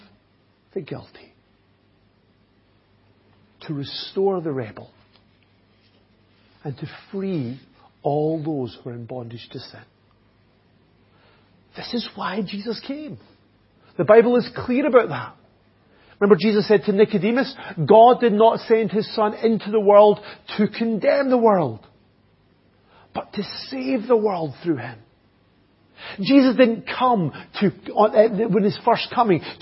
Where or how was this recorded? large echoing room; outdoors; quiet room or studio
large echoing room